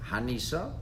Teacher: It's read in an astonishing tone, as if to query.